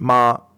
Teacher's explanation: first tone is a tone that is slightly above your regular speaking level, but it's constant